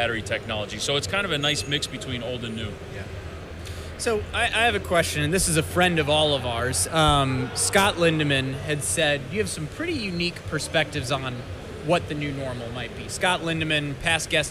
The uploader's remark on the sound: Highlights from Automate LIVE in Detroit, MI. We share the best of three interviews conducted at Automate LIVE in Detroit, MI.